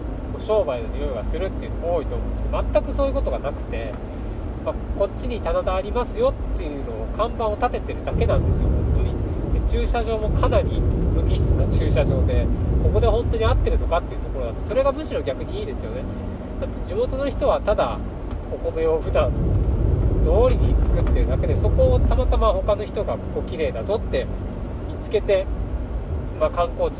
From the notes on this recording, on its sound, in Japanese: 新潟ドライブ中に配信。新潟ドライブ中に暇だったので録音しました。ひとり語り。